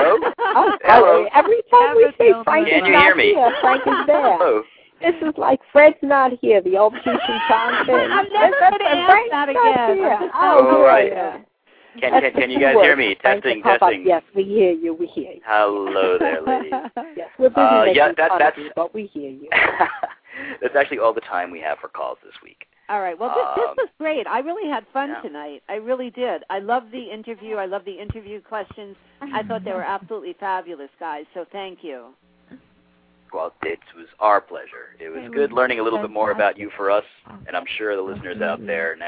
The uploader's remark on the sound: live call-in radio talk show